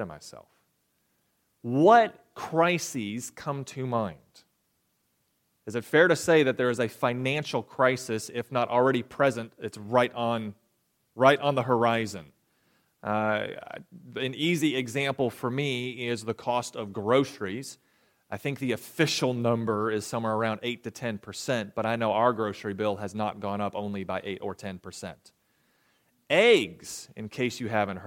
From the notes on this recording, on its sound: recorded January 28, 2023, at the Ringgold Seventh-day Adventist Church